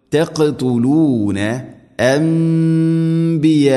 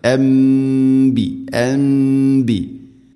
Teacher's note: സാക്കിന നൂന് ശേഷം ബാ വന്നാൽ നൂനിനെ മീമാക്കി മാറ്റണം, അതാണ് ഇഖ്ലാബ്.